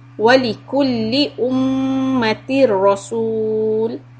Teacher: So Ra Shadda, this is Idgham without Gunna. And Ra Fatha is heavy sound.